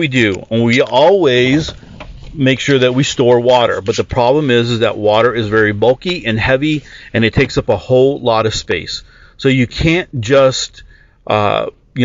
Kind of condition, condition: setting, inside a vehicle